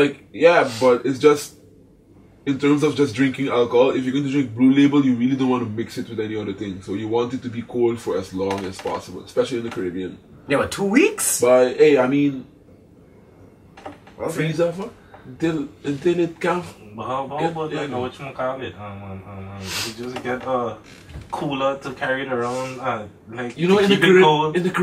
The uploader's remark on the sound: We also would like to apologize for the poor audio quality as well as the abrupt ending.